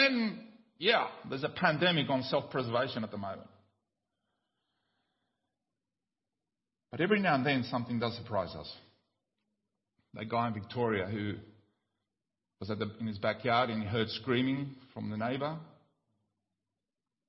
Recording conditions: large echoing room